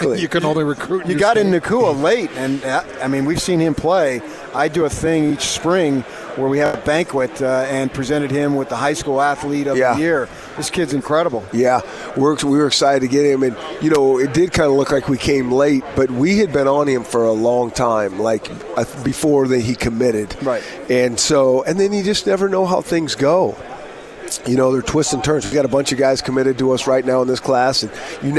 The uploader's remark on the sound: live from Pac-12 Media Day